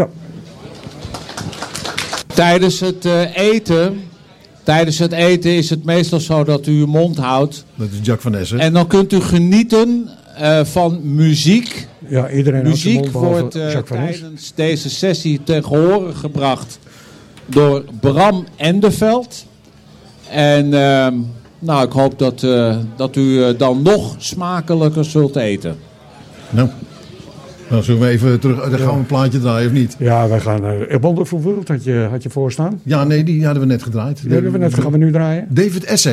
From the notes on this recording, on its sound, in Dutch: Live Op De Hulpverlenersdag 30 September 2018.